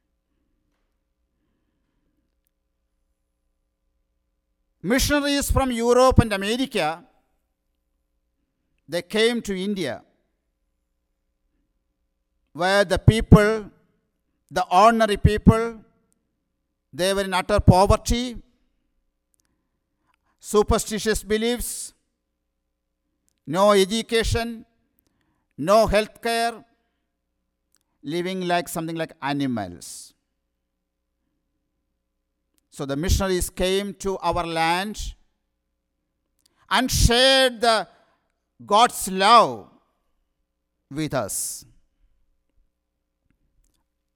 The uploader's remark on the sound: Sermon preached at RCHP